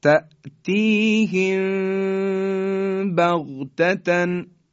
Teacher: چون ما دیگه وقتی که اخفا میکنیم میم ساکن رو کاملا خوب اظهار نمیکنیم، نمیگیم تأتیهم بغتتن. یه مقداری بین لبها رو خیلی کم باز میذاریم، صدا در فضای بینی صفت غنه داره، بعدن حرف با رو میگیم.